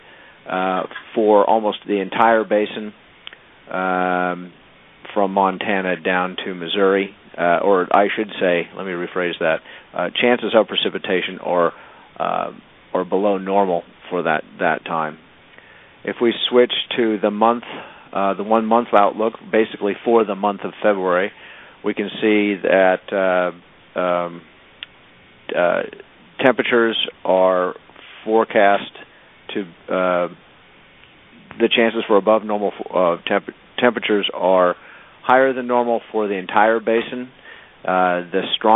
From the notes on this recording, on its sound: Twice monthly conference calls to keep the basin informed.